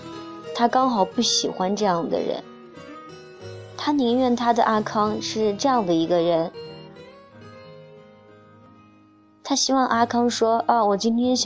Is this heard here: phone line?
no